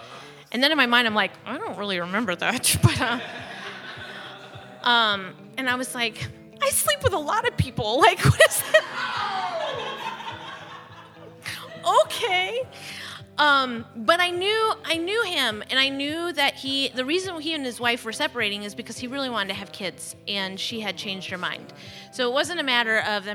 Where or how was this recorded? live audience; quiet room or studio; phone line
live audience